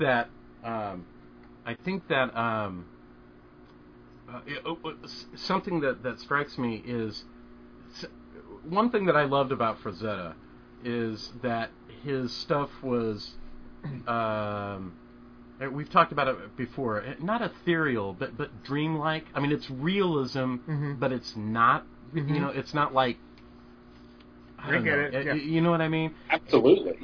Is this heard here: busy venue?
no